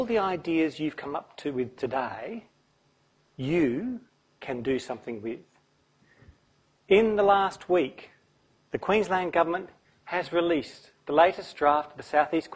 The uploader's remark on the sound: Brisbane Climathon presentation, recorded 29 October 2016 at QUT